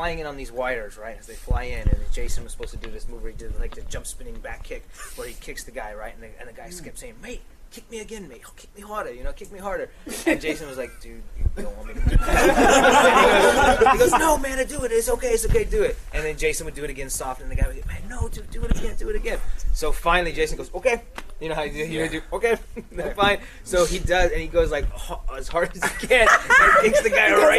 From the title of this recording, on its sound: Power Rangers Press Panel at Anime Central 2008